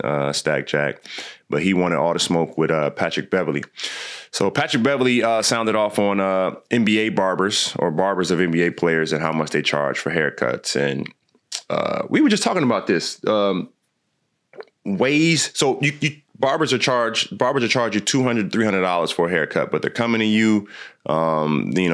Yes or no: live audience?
no